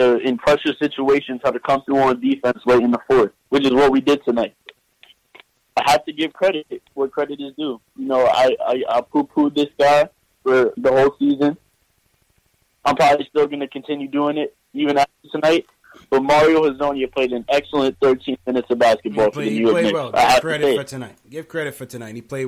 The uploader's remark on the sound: take live phone calls from fans around the world